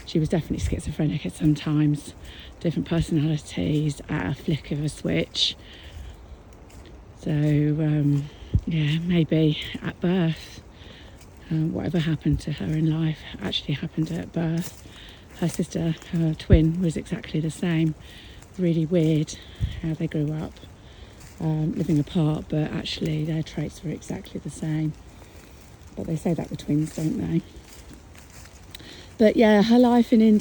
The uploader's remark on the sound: Apologies for the little part of wind noise, it was a bit blowy on the dog walk!